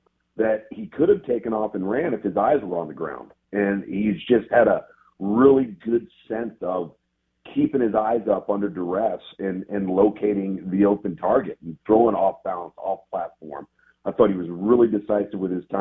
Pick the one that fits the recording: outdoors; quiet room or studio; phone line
phone line